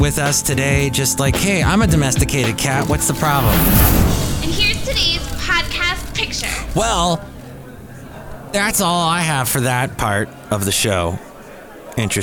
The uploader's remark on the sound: podcasts live from Café Anyway